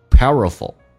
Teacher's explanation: 但美式发音 a 跟 l 在一起， a 会被 l 所吸收，所以直接发成 f 跟 l,叫 powerful,同时 powerful 跟 and 有连音，一般是 L 跟后面有连音， L 一般都会发两遍，也就是 powerful,再把 L 拿出来